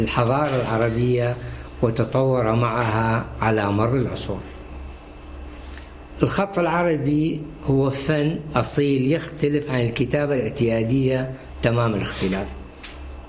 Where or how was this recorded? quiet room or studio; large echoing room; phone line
large echoing room